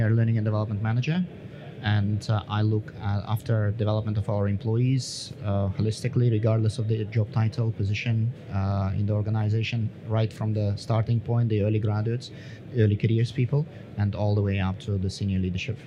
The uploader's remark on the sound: This episode is brought to you from our live podcast studio at ADIPEC 2022, where we are hosting live podcasts from the heart of the conference exhibition